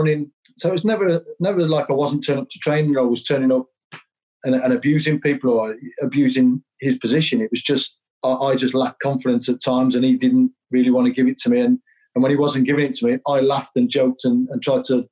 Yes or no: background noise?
no